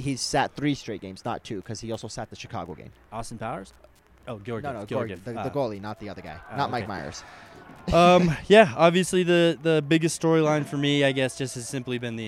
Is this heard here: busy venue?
yes